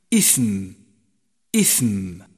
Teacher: جاء حرف الثاء مهموسا في كلمة إثم، فلا بد من جريان النفس معه عند النطق به ليكون واضحا